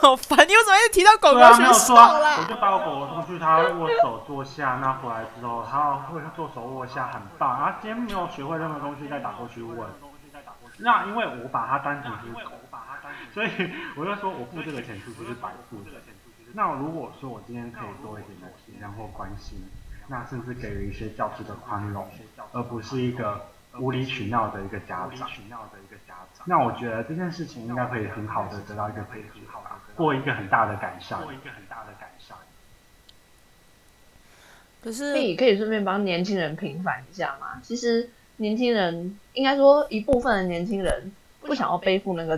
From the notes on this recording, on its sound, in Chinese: YC的環境把我倆聲音重複錄音